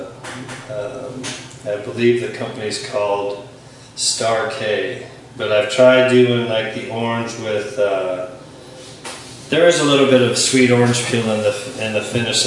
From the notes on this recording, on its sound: From there we go off to the lounge with an interview at San Francisco's Ferment Drink Repeat.